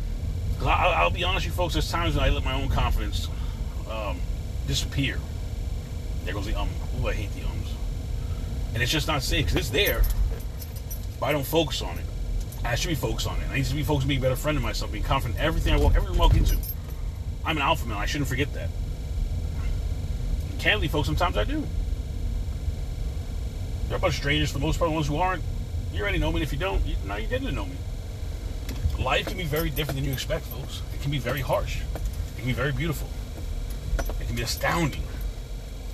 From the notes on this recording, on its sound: CarCast